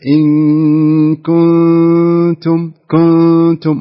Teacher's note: ما يحتاج أنك تفخم الغنة فيها، فتقرأها بهذا الشكل: إن كنتم كنتم، ما أقول كنتم، لا هذا خطأ.